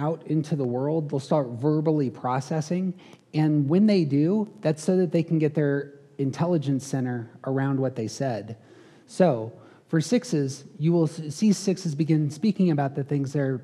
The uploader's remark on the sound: These episodes contain some of the live audio from that event.